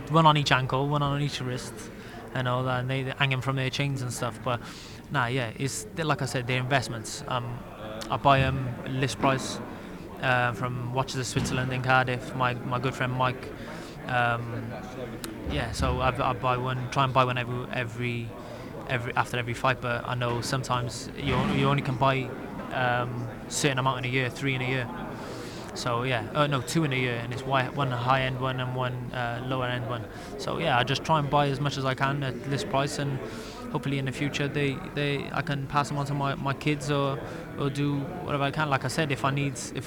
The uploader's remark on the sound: We're On The Ground in Monte-Carlo just minutes after the final press conference